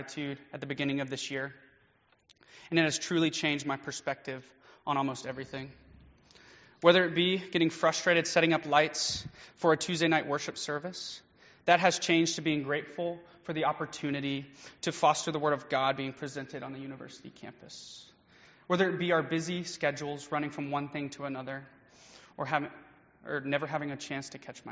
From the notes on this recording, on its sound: Preached during Fall Break Mission Trip at First United Methodist Church in Live Oak, FL